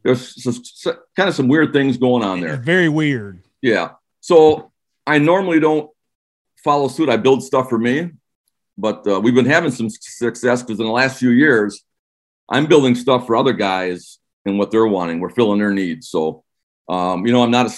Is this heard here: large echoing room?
no